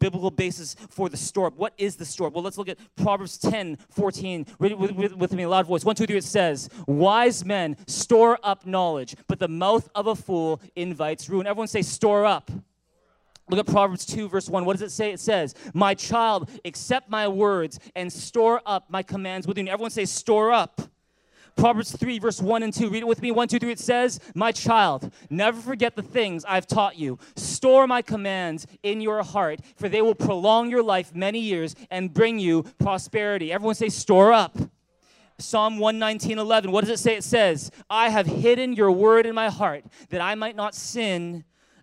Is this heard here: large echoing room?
yes